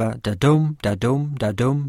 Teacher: a da-dum, da-dum, da-dum rhythm, where a stressed syllable follows an unstressed one · Term: iambic pentameter